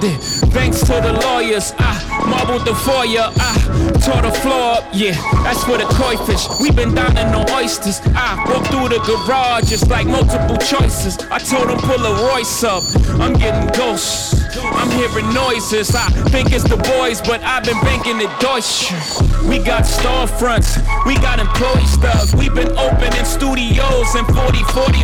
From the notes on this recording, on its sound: Originally broadcast live on July 18, 2016 from the storefront of The Late Late Bar on Houston Street in New York City.